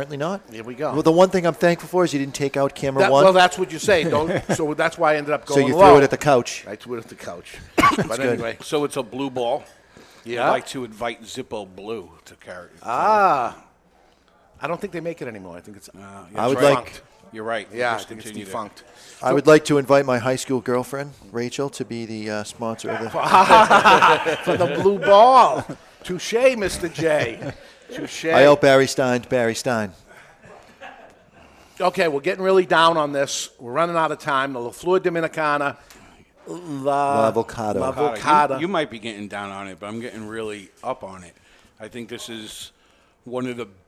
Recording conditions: live audience